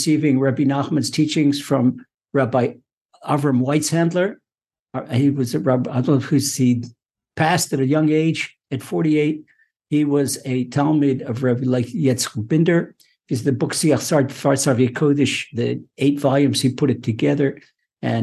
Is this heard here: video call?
yes